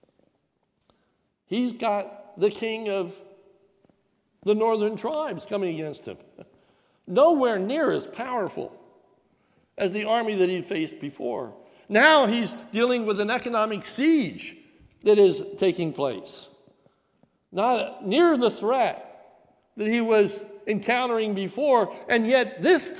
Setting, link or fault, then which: setting, large echoing room